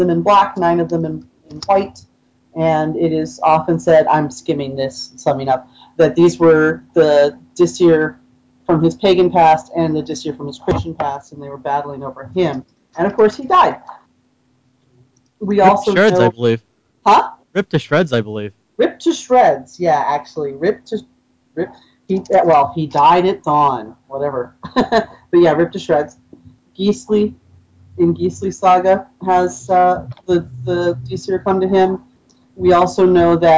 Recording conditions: video call